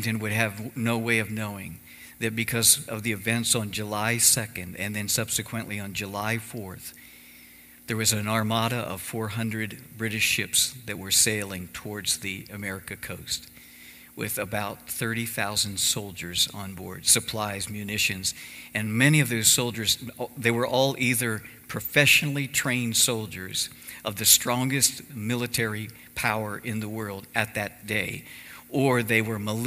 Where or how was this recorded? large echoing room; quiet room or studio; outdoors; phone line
large echoing room